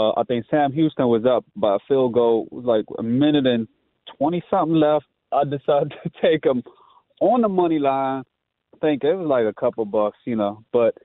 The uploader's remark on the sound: Back to the phones for your calls. Back to your calls before the final hour of the show.